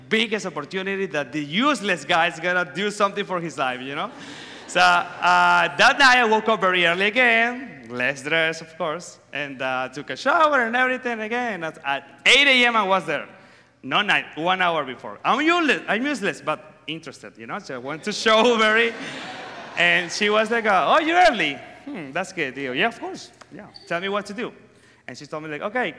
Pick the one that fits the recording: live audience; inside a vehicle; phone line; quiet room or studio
live audience